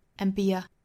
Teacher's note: and be a 三个词做弱读，很短很快